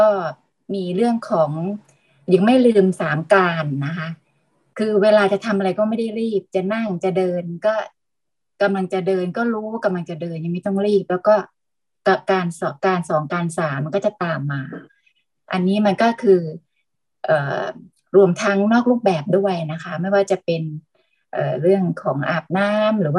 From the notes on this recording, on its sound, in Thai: เป็น 1 ใน 3 คอร์สออนไลน์ (ผ่านโปรแกรม Zoom).